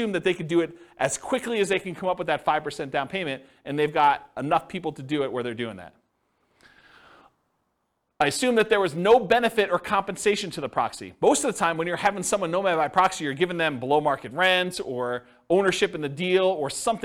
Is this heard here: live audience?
yes